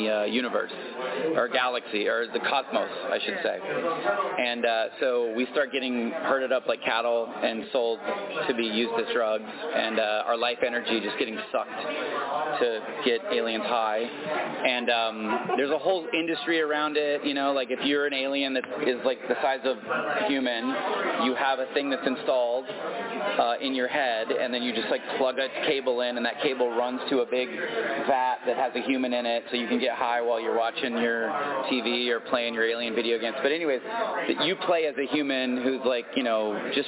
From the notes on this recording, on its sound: Release our first batch of SDCC 22 pressroom audio. Four different roundtable interviews with cast and creatives.